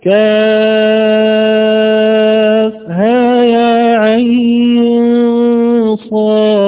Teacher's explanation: إذا قصرت المنفصل أن تمد العين حركتين فقط · Term: القصر